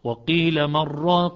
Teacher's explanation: فيدغم النون بالراء إدغاما تاما بغير غنة فيقرأ وقيل من راق وظن أنه الفراق.